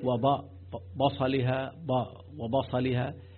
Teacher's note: because of the strength of the صاد، some people tend to have the ba tainted before it, tainted with the strength of the صاد